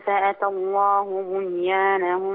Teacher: يبقى لو حد سألك أتى، هل الهمزة في أتى في الفعل أتى تمد؟ لا، همزة مفتوحة بدون مد